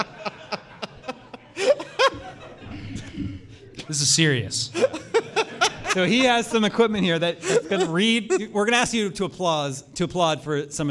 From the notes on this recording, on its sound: We're celebrating our 500th episode in front of a live audience.